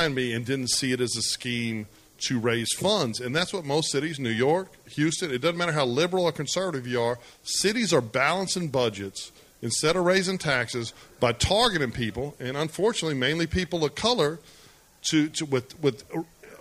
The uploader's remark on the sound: Live from the WeWork Houston Galleria in Houston, TX! Live tour stop.